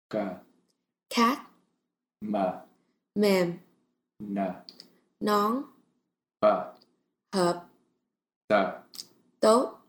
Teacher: in Vietnamese the final K is not accompanied by this burst of air, although the back of the tongue does need to be pressed against the soft palate to form a silent K.